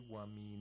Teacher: The Hamza that's after the Nun Sakina has a Fatha. This Fatha is given to the previous letter, which is Nun Sakina. Which is Sakin, actually. · Term: naql